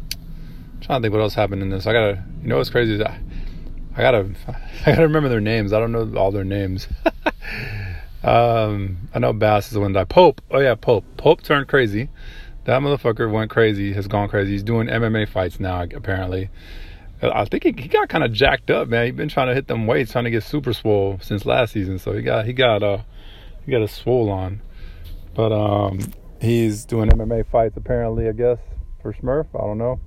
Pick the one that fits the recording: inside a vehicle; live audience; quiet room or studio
inside a vehicle